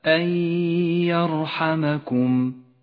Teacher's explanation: النون الساكنة بعدها الياء، تسقط النون من اللفظ ولذلك هي رمادية اللون، والياء تغن بمقدار حركتين ولذلك لونت بالأخضر. · Term: الإدغام بغنة